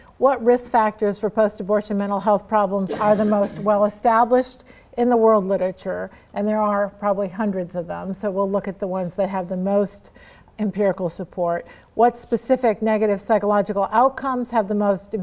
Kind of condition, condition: setting, live audience